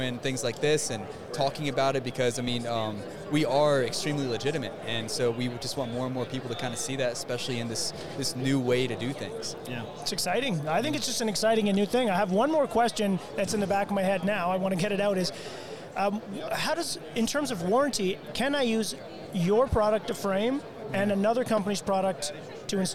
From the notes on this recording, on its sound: Shot a LIVE episode from the Owens Corning booth.